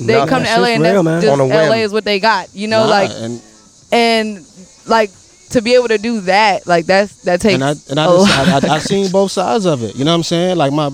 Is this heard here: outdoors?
yes